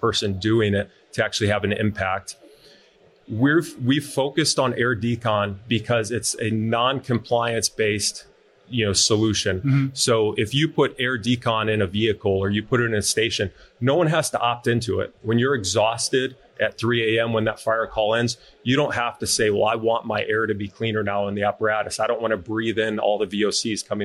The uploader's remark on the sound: Live at FDIC